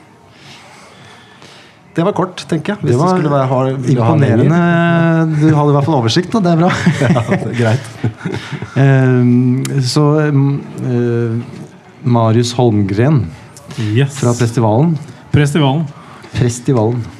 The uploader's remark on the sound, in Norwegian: Samtalen foregikk under programslippet i Vestby